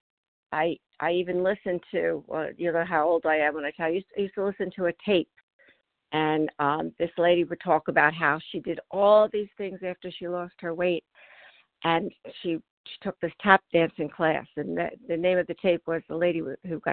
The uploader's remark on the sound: from the 100 Pounders Phone Meeting on 12/4/20